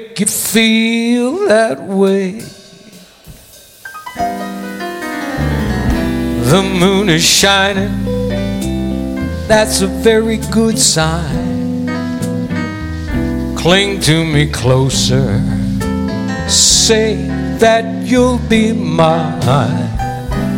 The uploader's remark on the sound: Live at the South Point Casino